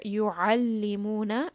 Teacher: عين is from the throat. So we want to make sure that we have that constricted sound.